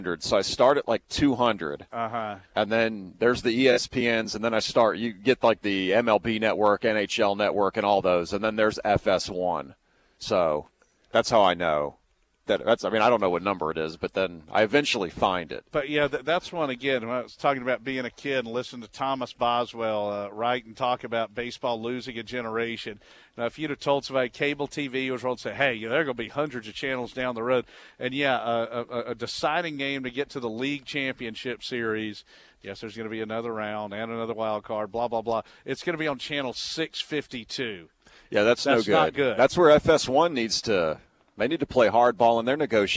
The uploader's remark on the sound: live from the UGA Bookstore